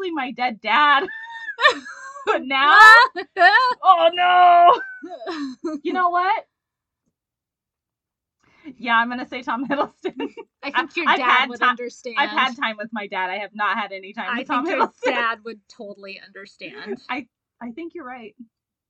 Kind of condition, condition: fault, poor sound quality